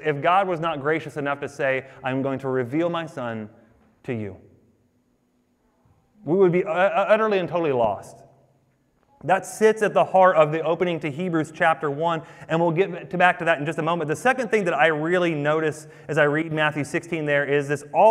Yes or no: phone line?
no